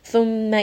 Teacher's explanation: mim has shadda, so I will give it a little bit of emphasis, a little bit of time to say this letter fully with ghunna